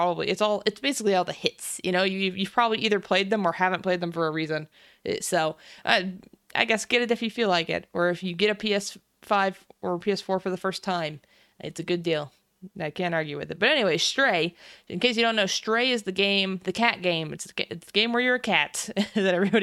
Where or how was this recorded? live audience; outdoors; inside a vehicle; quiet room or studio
quiet room or studio